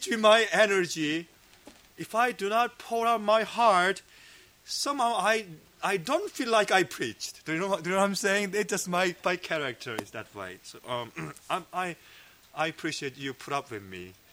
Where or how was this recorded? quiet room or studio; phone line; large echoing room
large echoing room